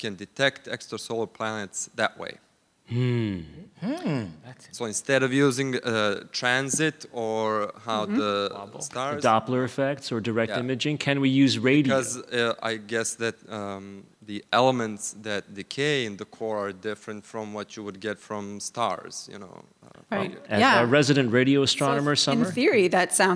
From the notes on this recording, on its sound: StarTalk All-Stars recorded at the Star Trek Mission: New York 50th Anniversary.